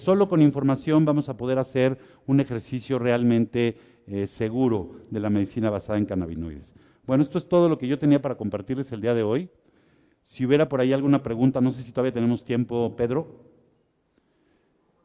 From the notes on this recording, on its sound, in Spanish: En vivo desde la Expoweed Mexico, La feria del Cannabis en América, México Otoño 2021.